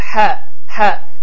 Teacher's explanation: əhəd sözündə olan hə qalın hədir və boğazın ortasından tələffüz olunur